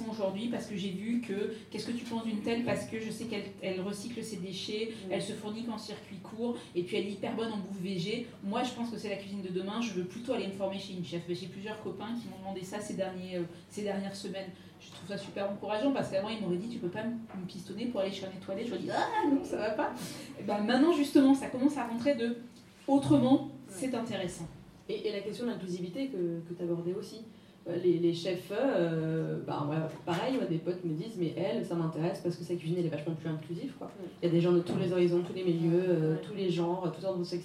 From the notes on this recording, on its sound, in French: DTO a emmené son micro en terres rennaises à l'occasion de la 2ème édition du festival de littérature féministe Dangereuses Lectrices